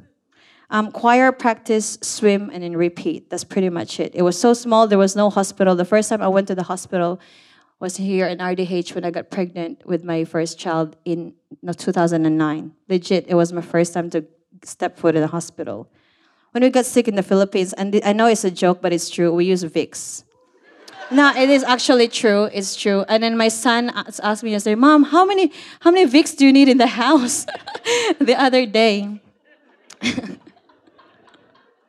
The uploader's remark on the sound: A collection of stories recorded live at SPUN Turning 50 at Brown's Mart 2022.